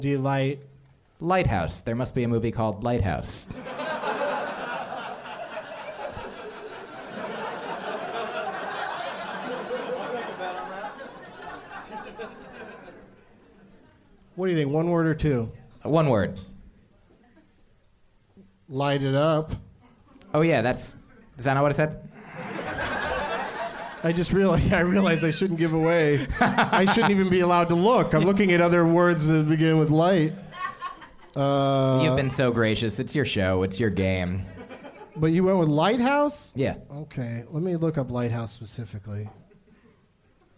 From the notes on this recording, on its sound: Live from the American Comedy Company in San Diego